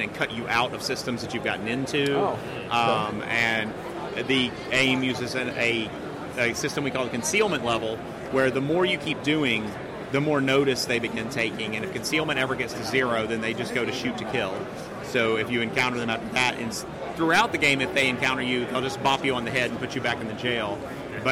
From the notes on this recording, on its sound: We had a chance to speak with a ton of great publishers, designers, artists, and gamers at Gen Con and recorded some of those conversations.